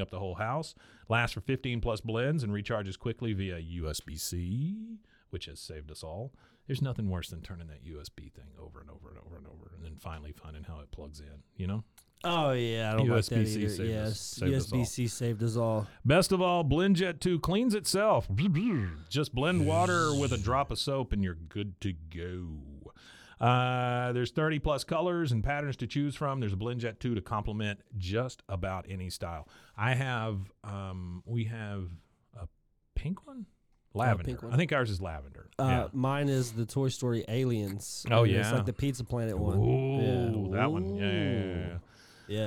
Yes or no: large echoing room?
no